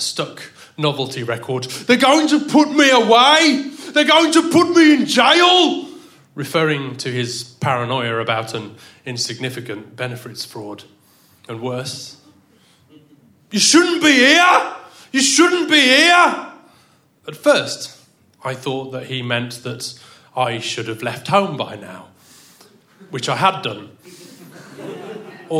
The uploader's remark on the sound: Our Tragic Christmas live event which took place at the Dogstar in Brixton on the 12th December. This event was a fundraiser for the brilliant Arts Emergency.